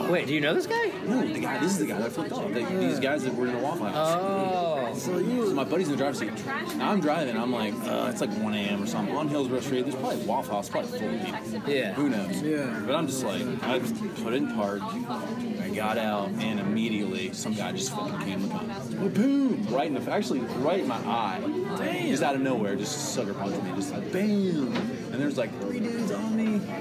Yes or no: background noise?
yes